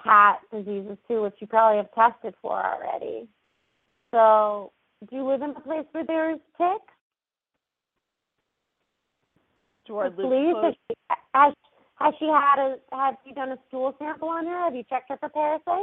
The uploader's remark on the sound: open up the lines for listeners to call